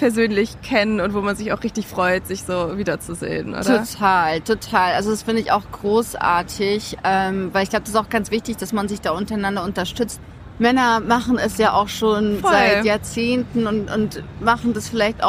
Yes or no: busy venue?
yes